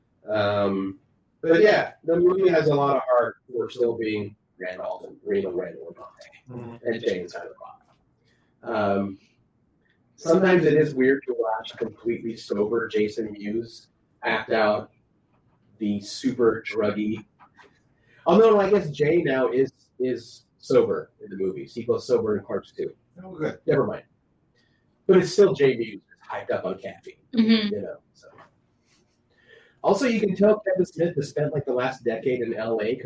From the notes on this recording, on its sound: We know about the janky audio, we ran into many equipment issues and are trying different equipment and services going forward.